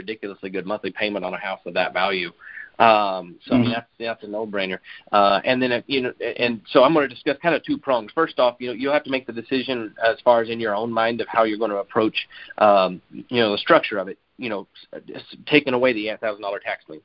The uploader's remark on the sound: Gold Club Q&A Call.